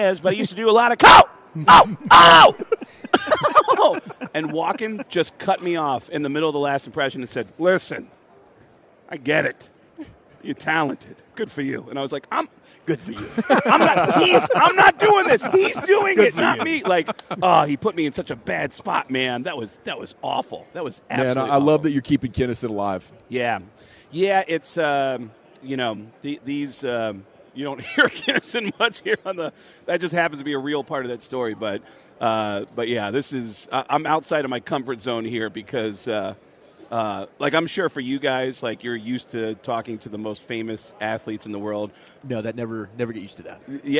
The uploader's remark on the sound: Live from Super Bowl Radio Row.